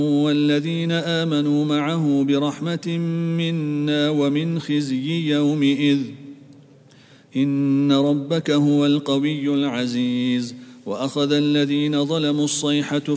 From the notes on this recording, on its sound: at the Houghton Masjid (West Street)